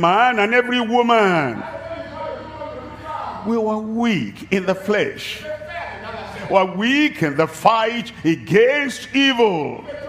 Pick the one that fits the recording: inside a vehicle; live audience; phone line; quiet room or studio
live audience